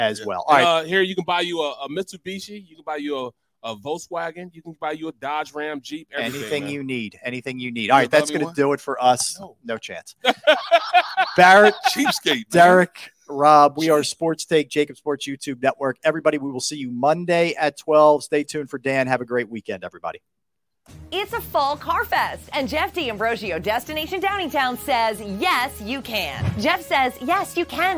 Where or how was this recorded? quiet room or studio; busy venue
busy venue